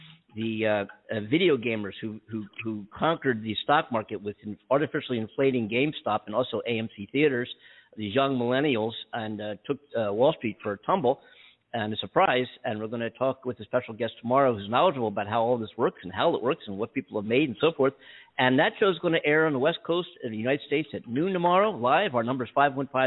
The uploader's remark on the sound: We caught it LIve! We had to do this on the fly. I received a call on my cell phone from a scam artist claiming to be from the Publishers Clearing House. I could have added more sound clips and so forth but I didn't want to make it obvious that this is a radio show.